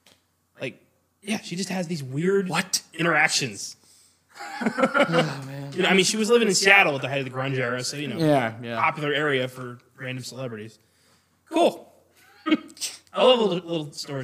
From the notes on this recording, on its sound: We apologize for the echo.